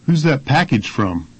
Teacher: Pay special attention to the falling intonation at the end of the sentence.